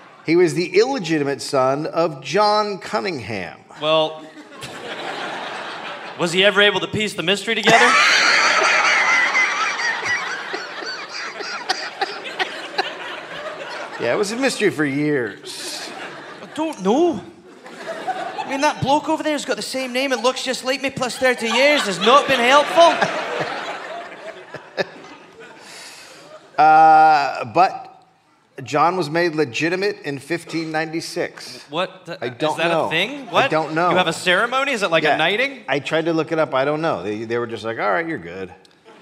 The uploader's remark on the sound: Recorded live at Chat Noir in Oslo.